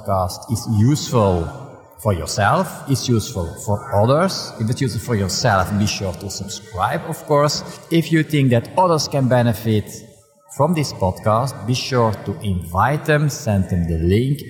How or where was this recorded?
busy venue